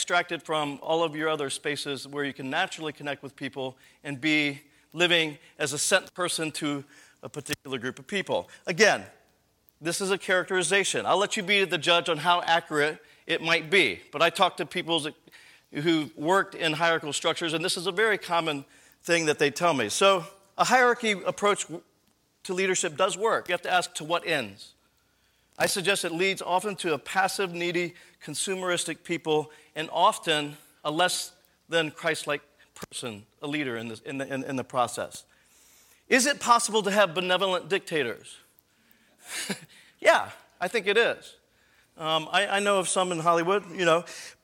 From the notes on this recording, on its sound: This episode is the audio from the Friday evening session of the 2012 Missional Learning Commons